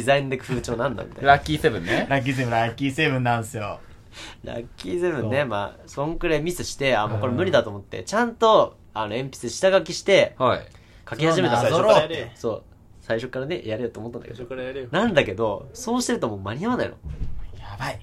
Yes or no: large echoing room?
no